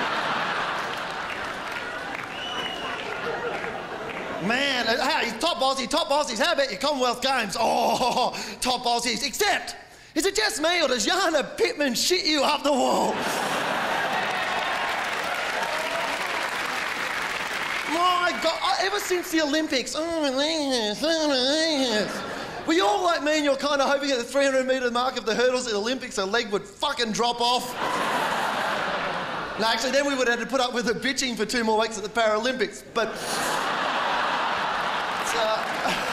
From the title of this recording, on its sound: 2006 Melbourne International Comedy Festival Gala